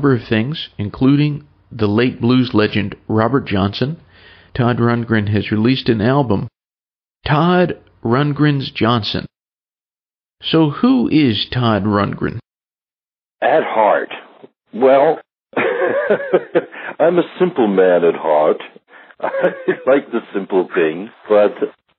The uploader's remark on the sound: We’ve got a phone interview from the archives